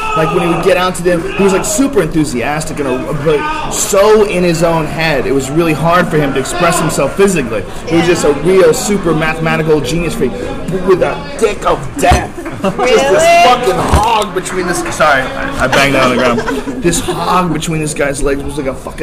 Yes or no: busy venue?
yes